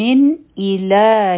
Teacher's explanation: د نون ساکن نه پس حمزه راغی دلته به اظهار کوو نون به صفا وایو